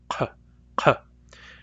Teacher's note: That's called the little grape. And we make the Nuchonalth Q sound by pushing our tongue against the uvula · Term: uvular sound